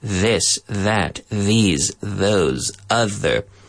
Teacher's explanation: We go th, th, th. So we're vibrating the vocal cords with the same TH sound in the mouth. · We're activating the vocal cords with this voiced TH sound.